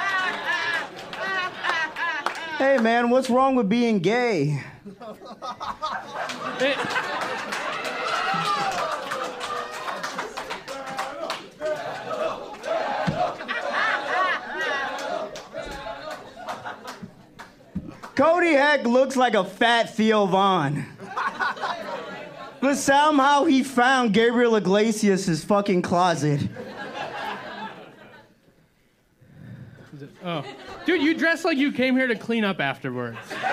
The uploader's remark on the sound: ROAST BATTLE CHICAGO. Live Roast Battle Show. At the Lincoln Lodge Theater in Chicago.